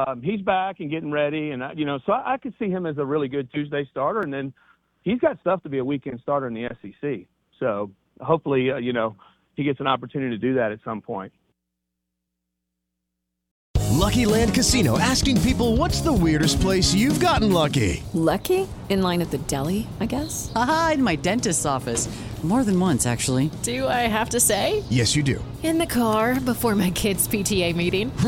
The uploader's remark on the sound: Joins the show on the Farm Bureau guest line talking about the upcoming season live in the BankPlus Studio.